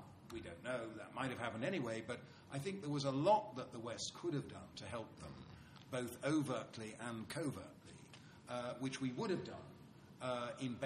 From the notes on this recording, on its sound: TNC/SAU Conference. Responds to the questions and comments of conference panelists and audience members.